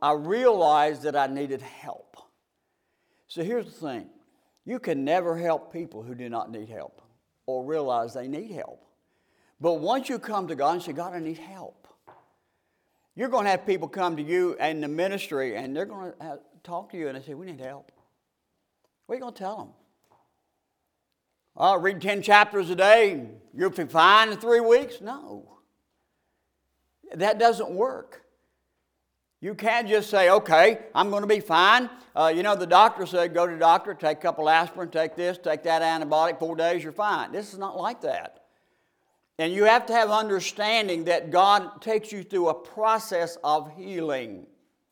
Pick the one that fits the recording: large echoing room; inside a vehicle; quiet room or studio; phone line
large echoing room